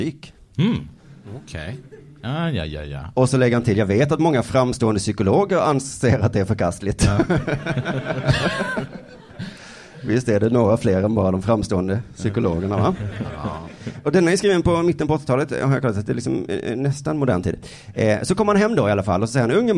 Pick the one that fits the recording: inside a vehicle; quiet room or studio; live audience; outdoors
live audience